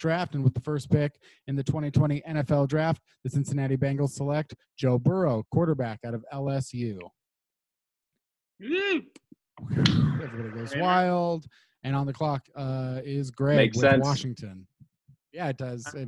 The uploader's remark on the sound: Got on a Zoom and did a virtual mock draft.